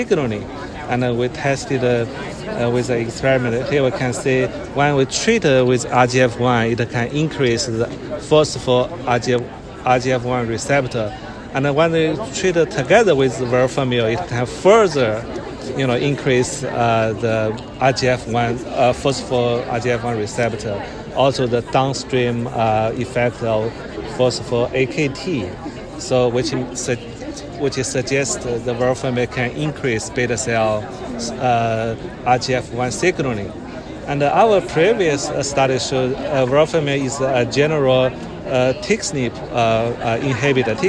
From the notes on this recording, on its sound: recorded during the ADA 2023 Conference